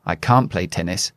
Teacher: I don't really pronounce the N or the T. It's just that long A that I use that a native speaker will understand and say that I cannot play tennis.